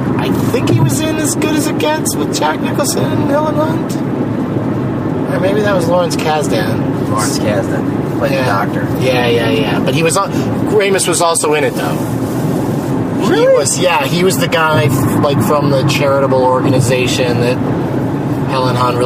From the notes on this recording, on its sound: Rental Car. During a drive from O'Hare Airport to Appleton, WI.